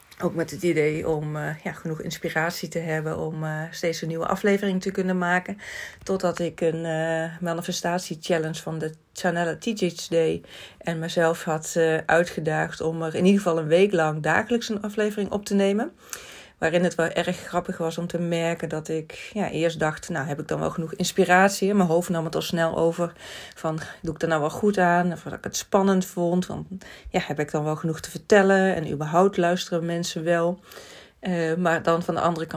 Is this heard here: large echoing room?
no